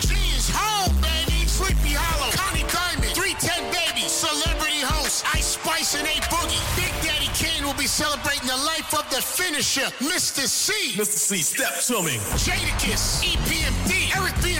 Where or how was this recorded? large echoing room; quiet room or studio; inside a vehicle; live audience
inside a vehicle